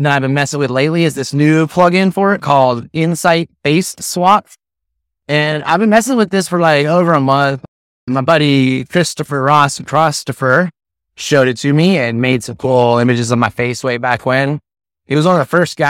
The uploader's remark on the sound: Recorded straight from my tricked-out mobile podcasting lair—yes, my truck on Hornby Island